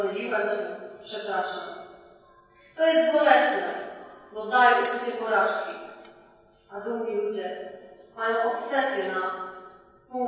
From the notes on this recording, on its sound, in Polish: Przepraszamy za słabą jakość nagrania. Kazanie najlepiej wysłuchać na słuchawkach.